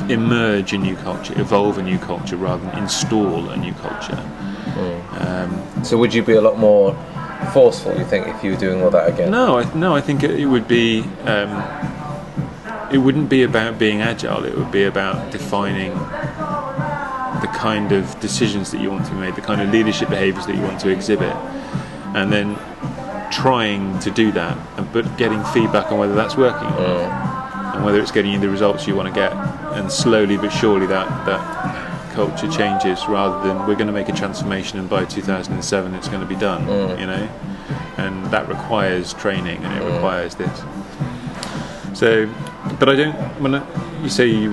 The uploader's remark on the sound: From The Tavern, Cheltenham, UK. Return for a pint at the pub where it all started two years ago.